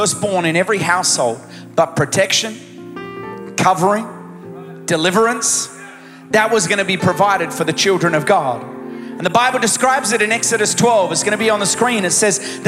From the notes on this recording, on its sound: Recorded live at Planetshakers Church (Melbourne) on Sunday 17th of December 2023.